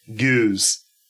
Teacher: The key feature of the Baltimore accent is identified by a sound change called the fronting back vowels, where words like goose sound like goose.